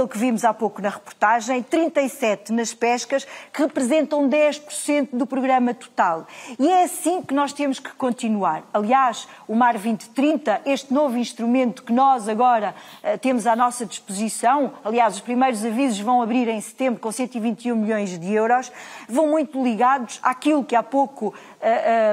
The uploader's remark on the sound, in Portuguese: no palco do debate, nos novos armazéns de aprestos de Vila Do Conde